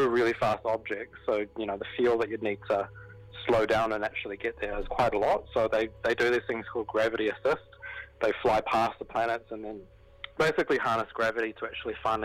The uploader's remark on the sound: Jumps on the phone to chat.